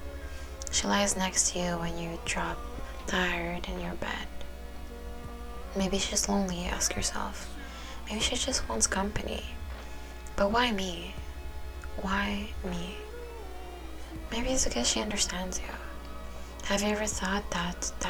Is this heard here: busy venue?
no